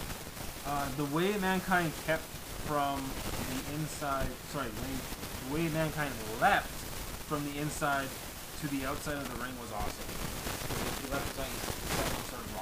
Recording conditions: poor sound quality